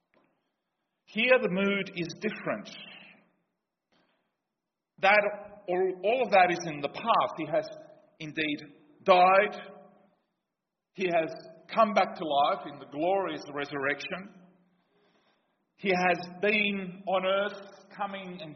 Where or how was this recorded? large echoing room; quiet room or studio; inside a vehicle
large echoing room